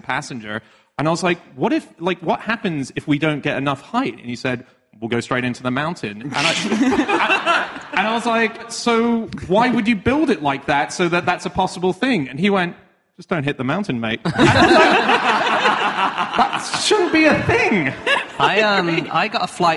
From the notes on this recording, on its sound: Live from Edinburgh